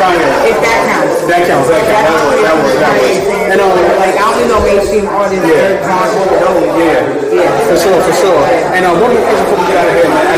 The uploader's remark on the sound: live at the Hood Media NYC’s Media Day Mayhem